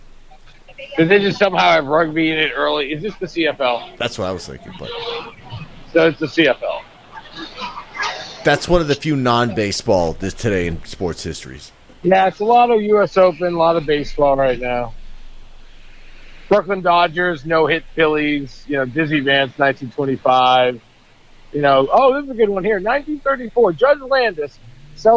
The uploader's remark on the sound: walking the streets in NYC